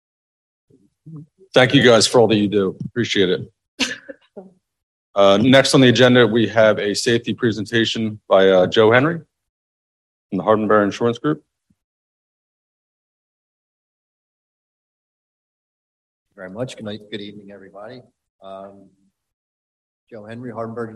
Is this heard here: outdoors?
no